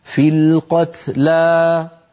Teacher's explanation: هي 78 بعد 100 كتب عليكم القصاص في القتلى فوقفنا عليها فمددنا الألف في القتلى مددناها مدا طبيعية